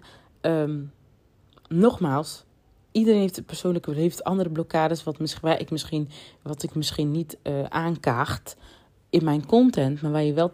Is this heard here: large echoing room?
no